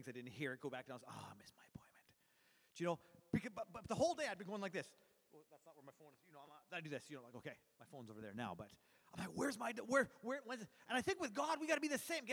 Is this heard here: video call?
no